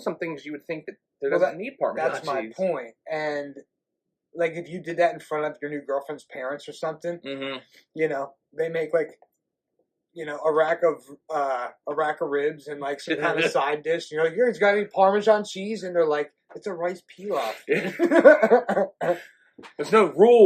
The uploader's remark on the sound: We apologize that the audio quality on this episode is not up to our usual standard but we had some technical issues.